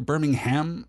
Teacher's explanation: stress on the last syllable there